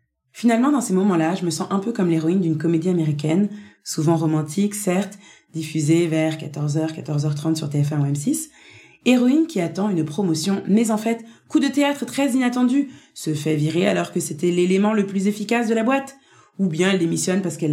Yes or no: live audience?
no